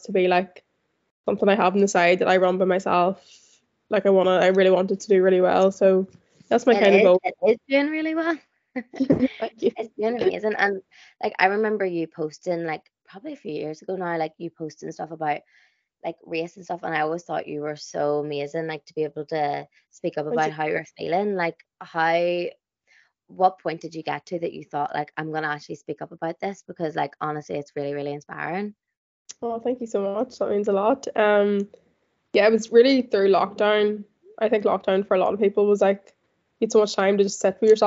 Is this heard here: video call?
yes